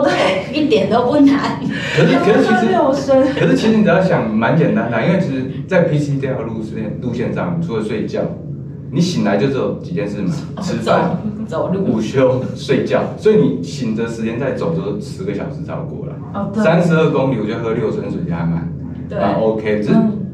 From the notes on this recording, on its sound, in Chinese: 收音見諒。小編還跟新設備不熟悉，有些許收音問題，煩請見諒。